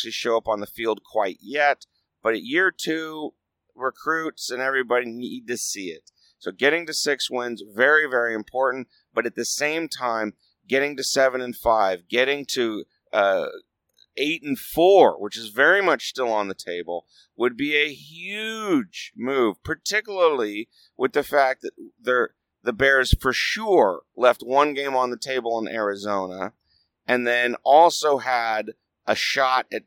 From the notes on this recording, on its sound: I recorded it on the drive home from LA. I had a lot of things that needed to be edited out (kids with questions for their dad, etc.)